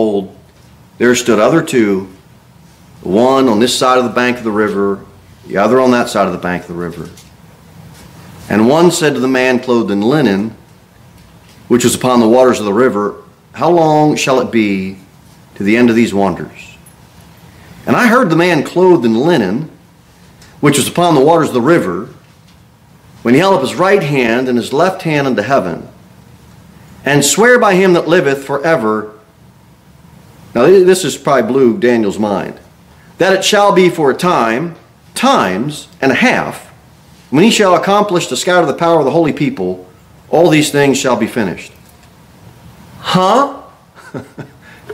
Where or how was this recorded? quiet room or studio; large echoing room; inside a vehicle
large echoing room